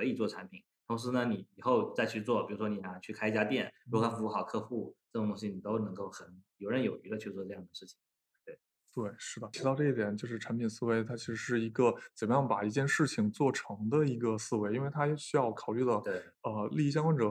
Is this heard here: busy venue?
no